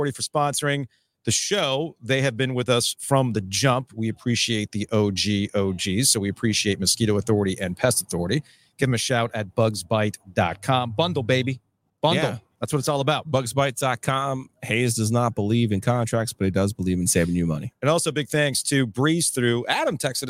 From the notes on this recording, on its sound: close out 2023 live from Raleigh Times.